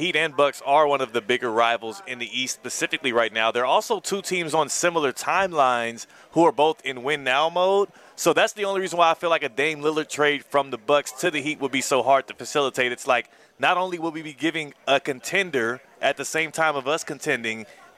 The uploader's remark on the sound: LIVE from the Cognizant Classic in the Palm Beaches!